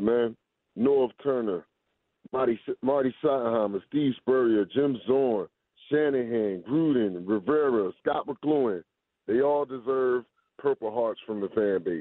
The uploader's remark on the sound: opens the phone lines to take calls from listeners